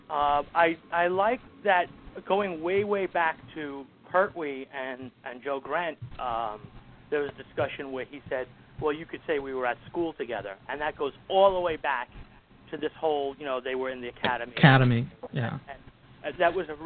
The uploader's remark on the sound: Live Roundtable Episode. With live listener feedback. Recorded live on the net via TalkShoe. Note: This is a "Rough, Ready, and Raw" version -- this podcast episode is going out as it was recorded, with no post production work...